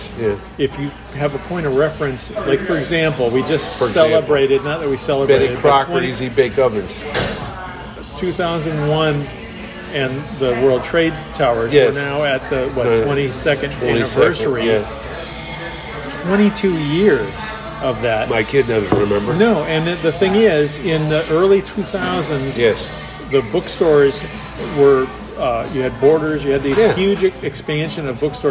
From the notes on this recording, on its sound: back at Colony Grill